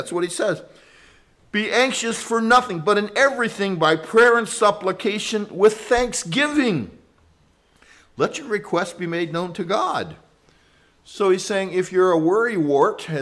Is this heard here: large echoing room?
yes